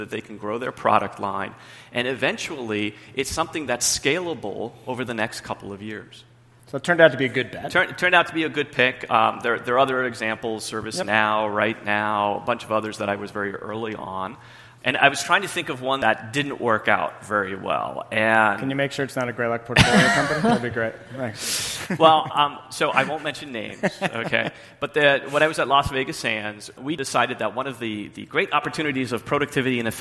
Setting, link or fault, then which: setting, busy venue